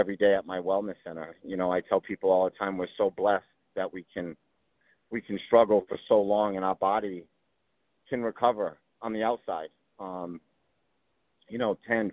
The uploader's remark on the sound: Quick 15 minute phone call. Calls in while driving into NYC (the audio is a little choppy).